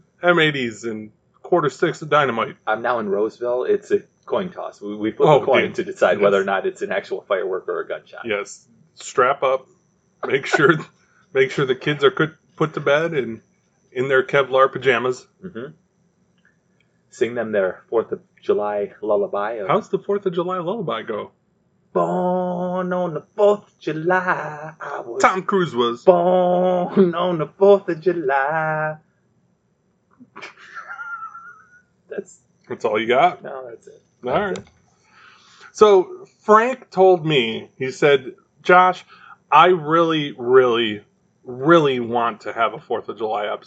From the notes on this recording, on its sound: Our audio is not the greatest over the last 2 episodes.